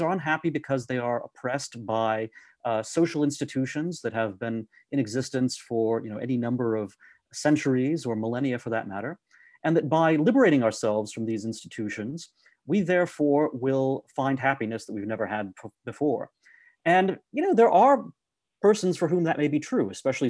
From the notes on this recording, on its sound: This is a recording of our virtual event